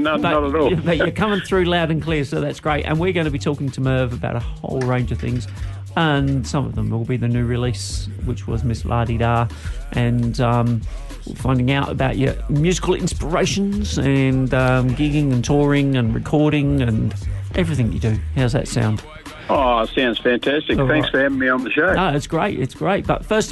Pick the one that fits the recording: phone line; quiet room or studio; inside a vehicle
phone line